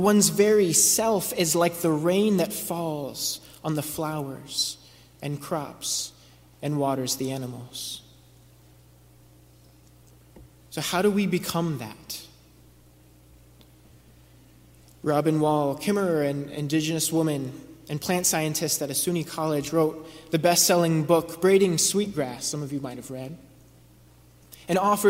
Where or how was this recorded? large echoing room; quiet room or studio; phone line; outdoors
large echoing room